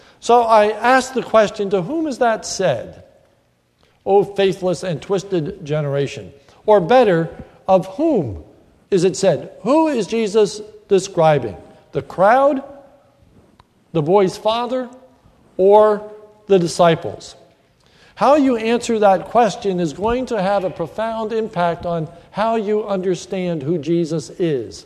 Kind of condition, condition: setting, large echoing room